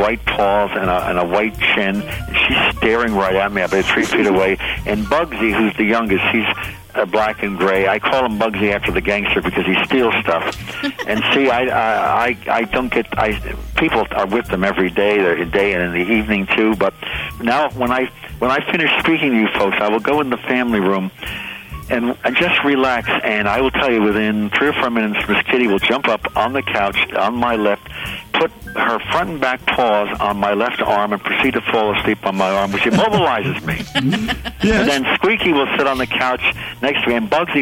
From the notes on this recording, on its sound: your phone calls